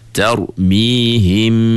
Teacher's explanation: masa kita sebut him, suara tu keluar ikut hidung. Tak percaya masa kita sebut tarmihim tu, kita tutup hidung tengok, tarmihim, mati suara kita. · Term: dengung